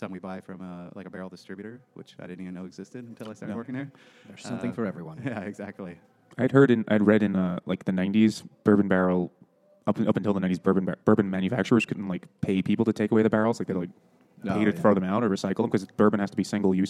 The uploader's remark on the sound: Moby Dick by Herman Melville at Finback Brewery.